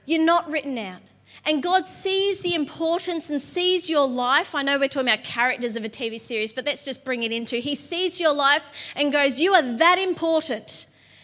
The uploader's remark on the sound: LIVE at Echo Church.